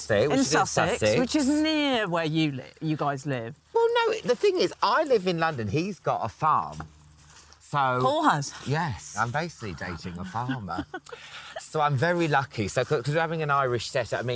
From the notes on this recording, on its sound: while walking their dogs